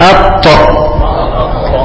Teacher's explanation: طرف اللسان مع اصول الثنايا